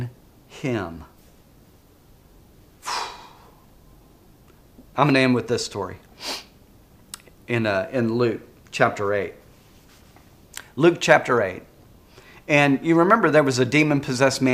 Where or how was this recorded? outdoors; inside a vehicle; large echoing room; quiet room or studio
large echoing room